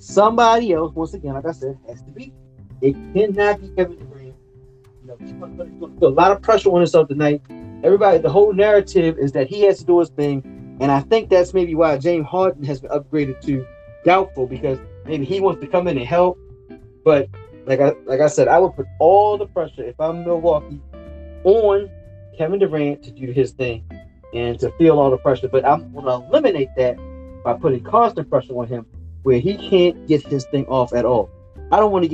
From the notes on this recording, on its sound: don't kill me for the sound